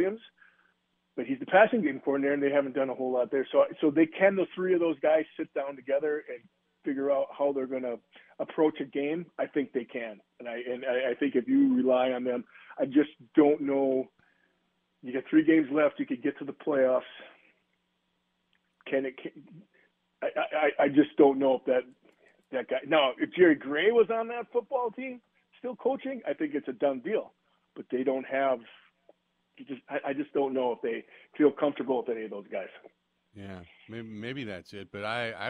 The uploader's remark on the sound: Hour 2: callers sound off